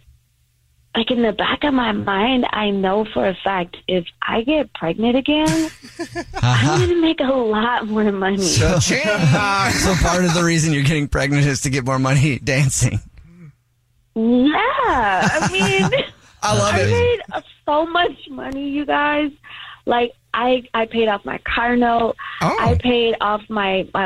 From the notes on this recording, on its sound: There is a woman on the phone